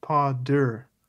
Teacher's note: Basically, a T after like the first letter is pretty much a D.